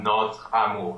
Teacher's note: And, well, it's not really silent, technically, but the word really sounds like it finishes on TR · Term: élision